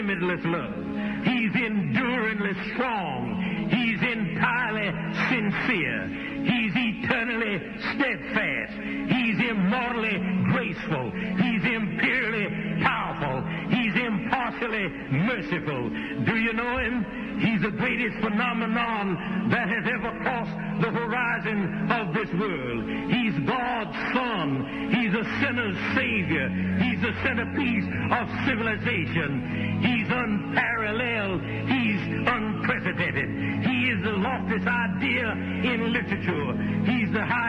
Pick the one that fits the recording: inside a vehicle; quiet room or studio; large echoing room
large echoing room